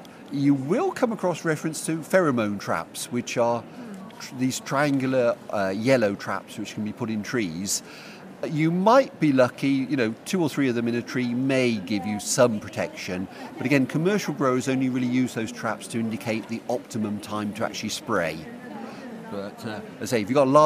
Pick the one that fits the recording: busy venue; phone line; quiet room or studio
busy venue